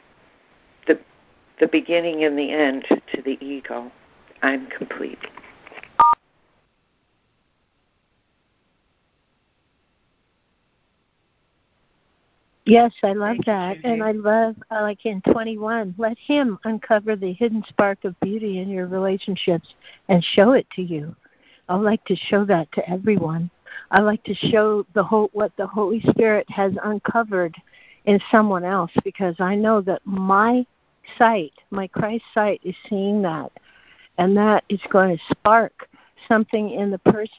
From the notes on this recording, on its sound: ACIM Daily Conference Call